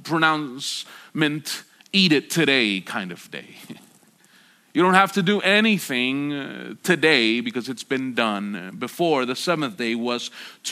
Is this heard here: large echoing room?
yes